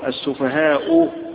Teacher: يمد الألف، يقف عليها كألف، يبدل الهمزة ألفا. ويجوز الروم بالتسهيل، الروم يعني بيظهر الحركة اللي هي الضمة على تسهيل آخرها